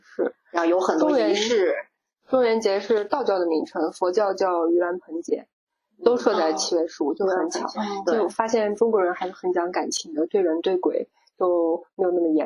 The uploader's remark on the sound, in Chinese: 因环境和设备问题，这期内容会有较明显的杂音